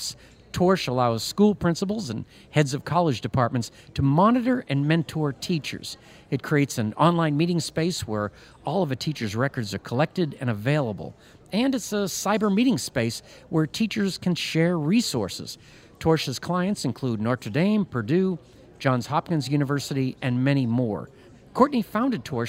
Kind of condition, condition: setting, busy venue